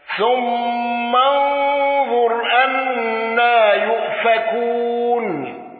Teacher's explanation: أبو عمرو بالإدغام وإبدال الهمز وفتح أنا